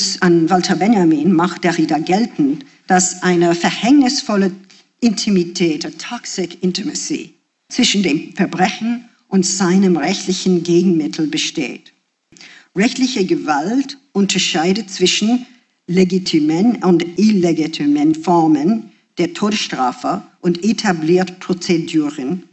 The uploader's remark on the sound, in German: Einen Vortrag im Audimax der Wiener Universität. Zu hören ist ein Mitschnitt der Veranstaltung in deutscher Sprache.